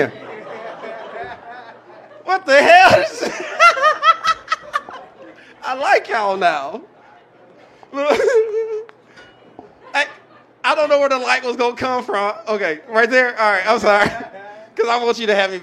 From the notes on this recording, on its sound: Filmed live in front of a studio audience on the backstage at the creek and the cave.